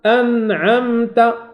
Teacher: شوية الوقت ليخرج الصوت من الخيشوم في النون والميم